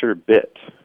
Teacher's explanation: it's sherbet with no second R at the end